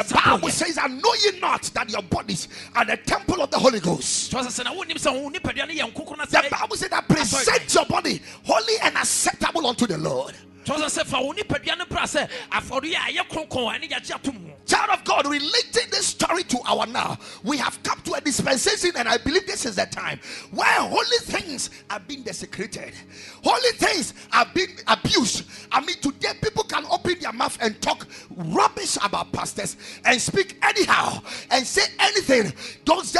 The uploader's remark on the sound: Preached at Ekklesia Chapel